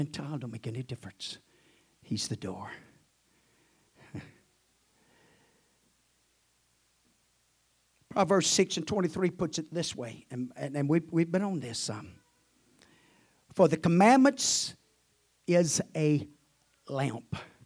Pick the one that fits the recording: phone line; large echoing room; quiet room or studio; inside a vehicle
large echoing room